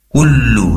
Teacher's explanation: Kullu, di situ ada tasydid di atasnya lam, ya, perlu ditekan, dan durasi penempelan busur lidah depan ke langit-langit lebih lama karena tempat keluarnya lam dari lidah depan, bagian dari busur lidah yang ditempelkan ke langit-langit.